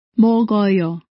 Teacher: In this case, the final consonant K is realized as the initial consonant of the second syllable.